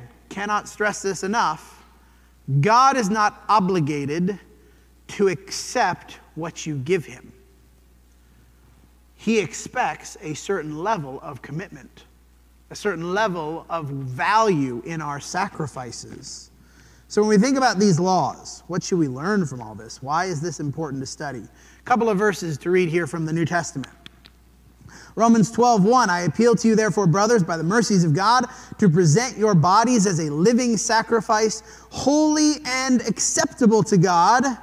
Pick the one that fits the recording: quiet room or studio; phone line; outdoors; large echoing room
large echoing room